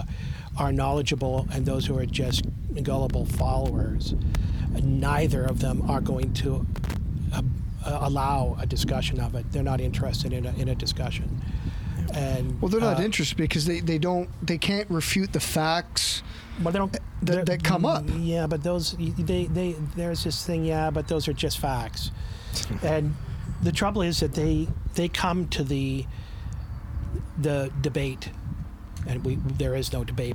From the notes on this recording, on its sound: Our apologies for the wind noise!